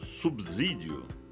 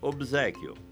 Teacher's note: Quando eu pronuncio subsídio, por exemplo, estou errado, mas há uma explicação para meu erro. É que o fonema B, sendo sonoro, tende a sonorizar o S, que é surdo, transformando-o em Z. O mesmo aconteceu com a palavra obséquio, já mencionada neste programa, em que o B sonoro sonorizou o S em Z, BZ.